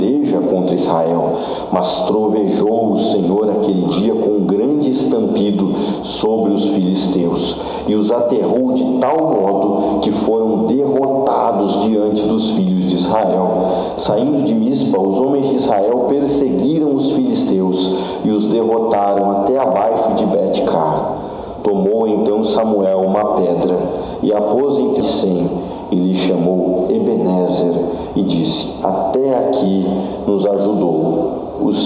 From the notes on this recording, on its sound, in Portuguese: Áudio de mensagem pregada em minha igreja local IEADFAZ - Ebenézer.